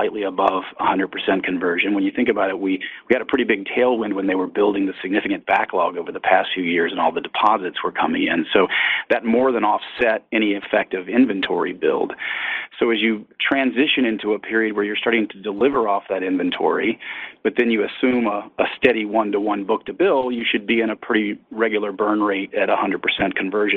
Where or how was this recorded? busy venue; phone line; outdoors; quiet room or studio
phone line